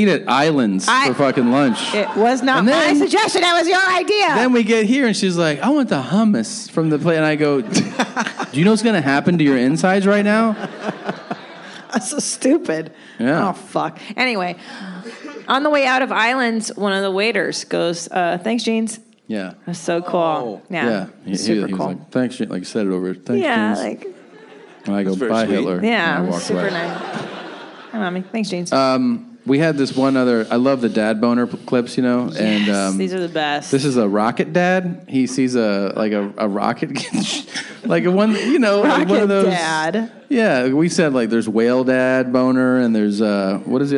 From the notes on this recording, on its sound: This is the second live podcast we did on this evening at The Irvine Improv.